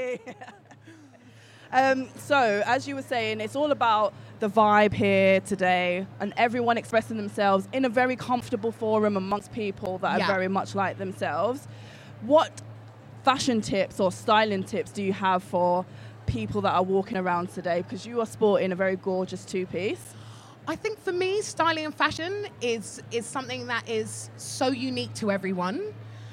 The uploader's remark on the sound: Live at the Curve Fashion Festival 2019. We headed to the Curve Fashion Festival in Liverpool, England.